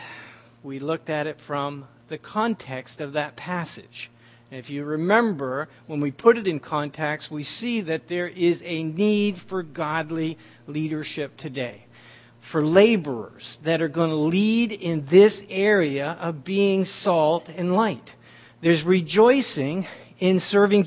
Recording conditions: large echoing room